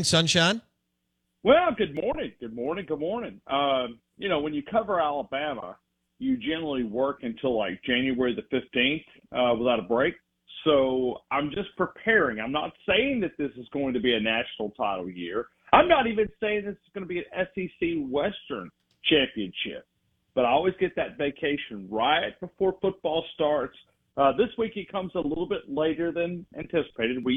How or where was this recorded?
phone line